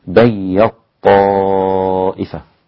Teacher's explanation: إذن عندي السوسي عن أبي عمرو البصري قرأ بإدغام التاء في الطاء هكذا: بي الطائفة. أصبحت التاء غير موجودة، أدغمت في الطاء ونطقت الطاء مشددة.